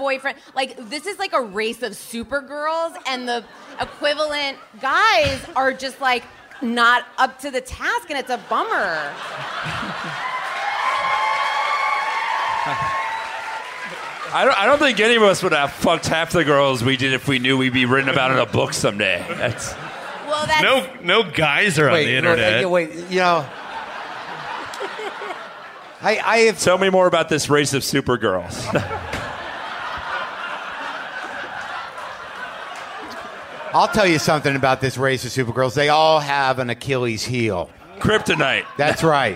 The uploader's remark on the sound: Recorded at The Bell House in Brooklyn.